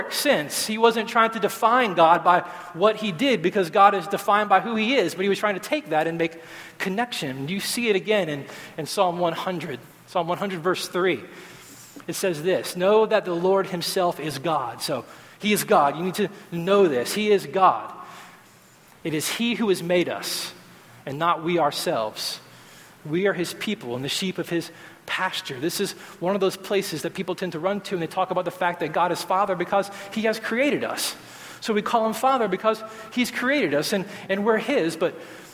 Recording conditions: large echoing room